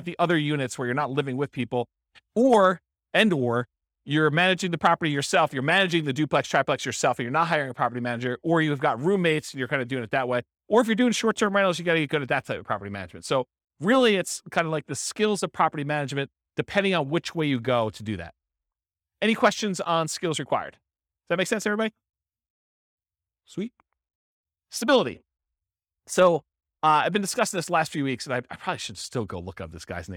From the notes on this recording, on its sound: This was a live class recorded